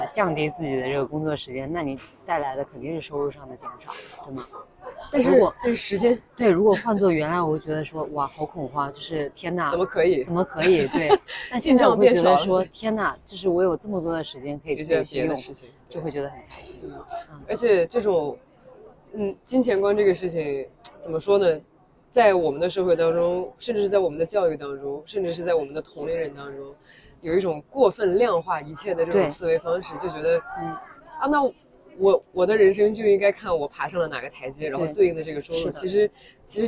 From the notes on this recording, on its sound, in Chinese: 本次录制因为约在了一个咖啡馆，有一些风声和饭店背景的声音，请见谅！最后结束的时候略显仓促，是因为我们另外一位高中的姐妹非常准时地赴约来吃饭，请不要介意～。